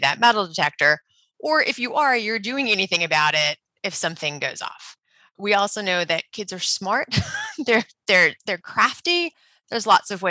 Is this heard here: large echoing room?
no